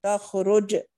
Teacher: رخاوة الخاء ضمة الراء قلقلة الجيم